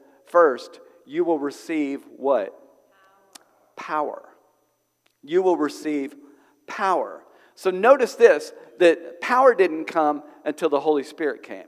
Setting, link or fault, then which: setting, large echoing room